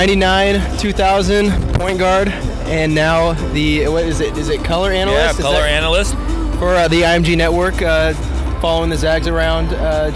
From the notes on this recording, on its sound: Live from Phoenix. Zags On Three is live in Phoenix at the Final Four!